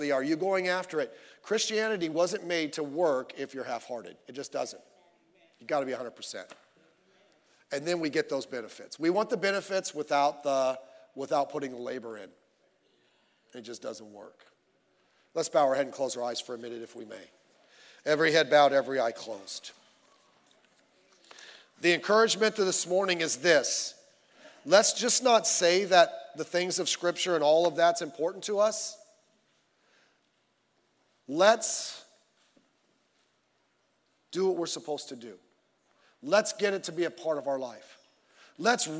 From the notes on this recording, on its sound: Sunday Morning Service